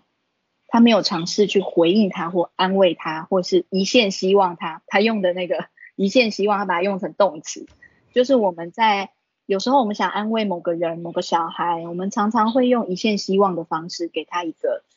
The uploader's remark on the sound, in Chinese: 講座錄音。此為線上課程錄音檔！